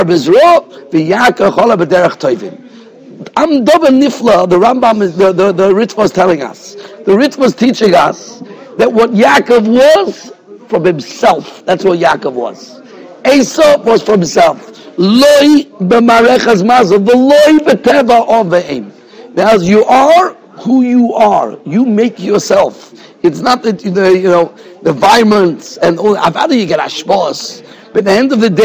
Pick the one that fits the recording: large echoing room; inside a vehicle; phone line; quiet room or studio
large echoing room